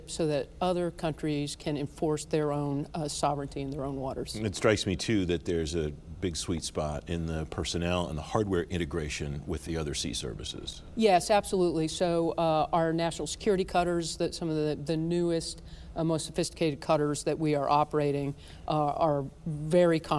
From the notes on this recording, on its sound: In a special two-part interview from the WEST 2020 conference.